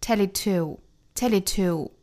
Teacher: 最后的这个 to,虽然也是虚词但是仍然在句尾要重读式